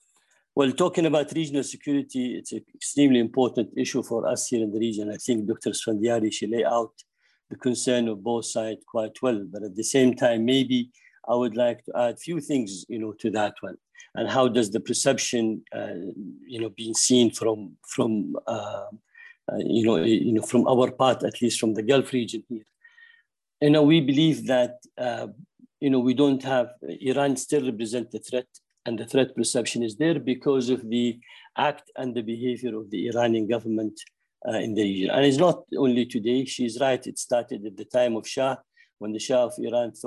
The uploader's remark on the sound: This public talk was conducted online via Zoom